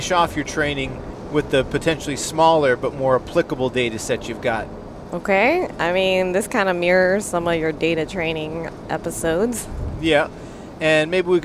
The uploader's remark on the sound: On a long car ride.